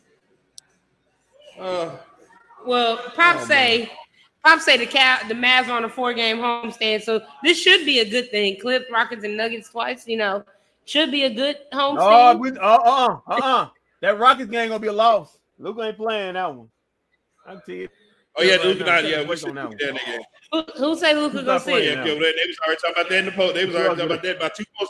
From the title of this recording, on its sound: Live from White Rock Ale House